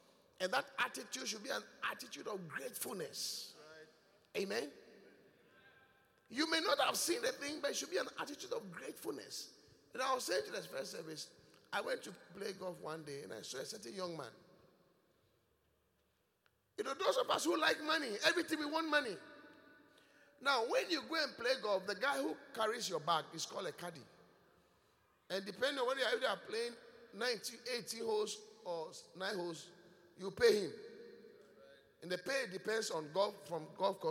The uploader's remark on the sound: Preached at The Qodesh